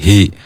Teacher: huruf h dari tenggorokan yang paling bawah